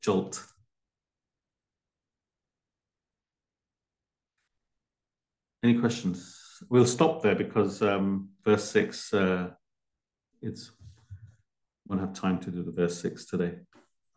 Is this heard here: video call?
yes